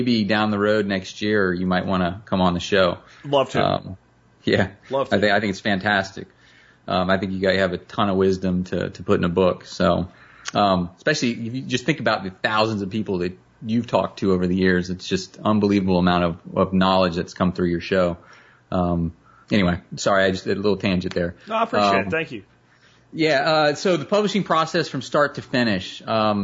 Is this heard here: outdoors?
no